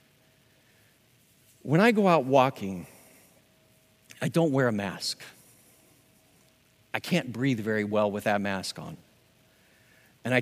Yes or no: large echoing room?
yes